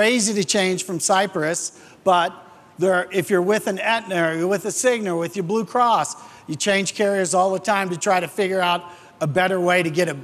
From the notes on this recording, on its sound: The audio from this episode is taken from this year's Cypress University event held in Las Vegas.